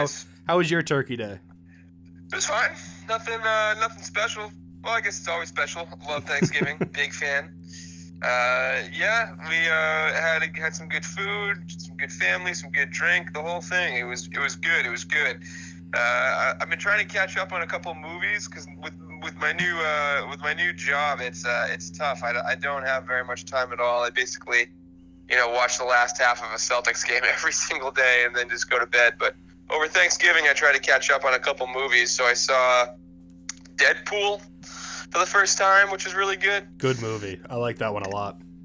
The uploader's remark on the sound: The technical difficulties hit hard this week and the guys had to resort back to recording over the phone.